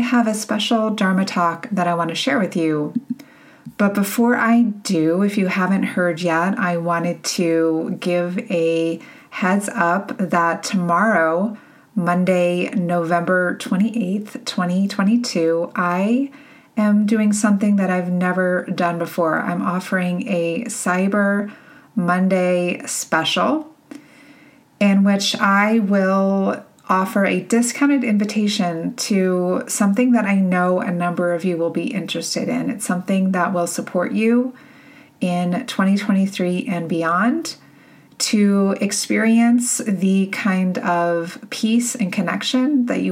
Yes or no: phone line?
no